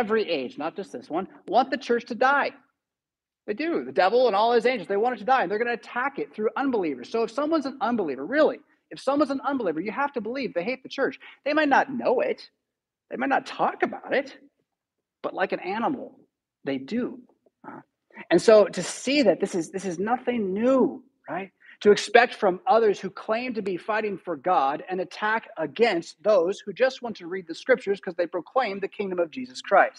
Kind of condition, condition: setting, large echoing room